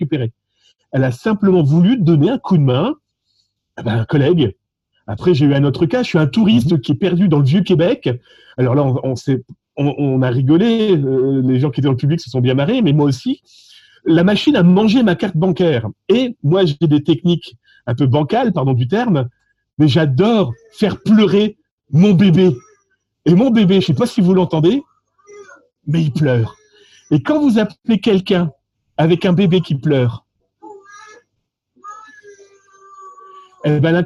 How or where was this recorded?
video call